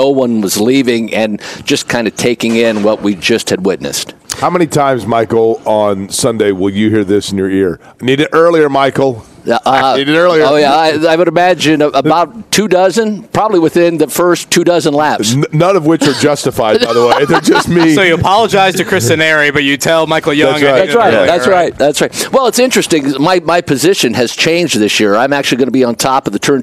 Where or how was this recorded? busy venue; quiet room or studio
busy venue